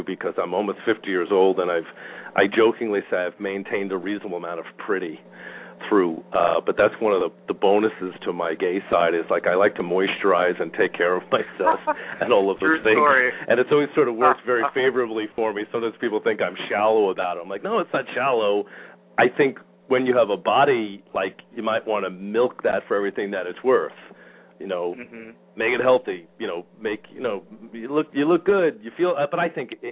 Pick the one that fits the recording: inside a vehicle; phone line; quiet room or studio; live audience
phone line